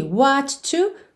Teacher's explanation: Aqui, what to, junta num som só